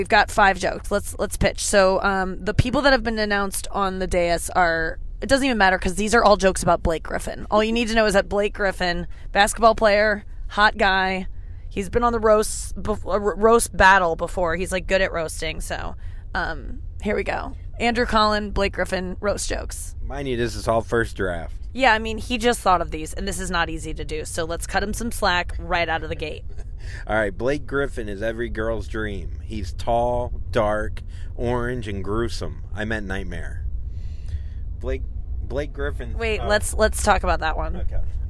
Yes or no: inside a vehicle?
yes